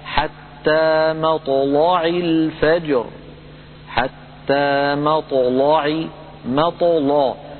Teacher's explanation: فخمنا اللام لأنها سبقت بطاء ساكنة